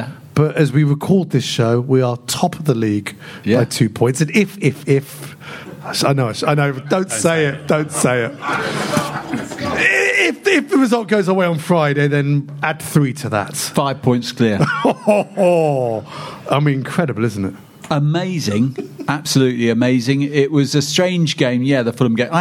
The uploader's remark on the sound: In a live audience recording